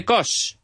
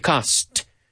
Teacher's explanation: We don't say cos. We say cost. You have to pronounce the T. · Shown in: second take